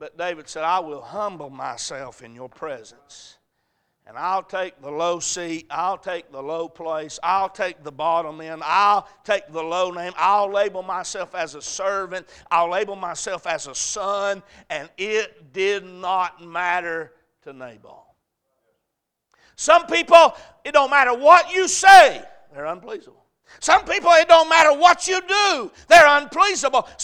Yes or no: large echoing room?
yes